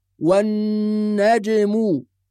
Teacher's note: نحافظ على غنة النون المشددة وقلقلة الجيم، لا نقول والنجم وإنما والنجم.